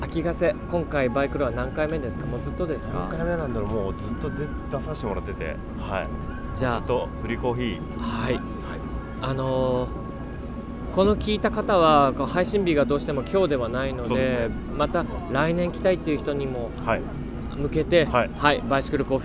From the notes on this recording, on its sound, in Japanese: 会場に押し寄せる来場者は2日目にさらに増加。レースもイベントも飲食も、行列と歓声にあふれたあたたかい会場となった。賑わう出展ブースから生の声を収録してきた。収録地： さいたま市 秋ヶ瀬公園 バイクロア会場。収録機材： ZOOM F3 (レコーダー)、 ZOOM ZSG-1, AKG D5（マイク）。